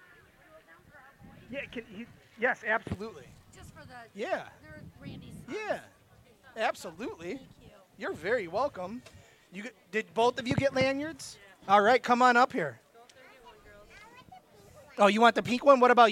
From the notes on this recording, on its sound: Woodsnwater Outdoor Weekend 2019 LIVE. Join the BHP Podcast LIVE at the 33rd Woods N Water outdoor weekend.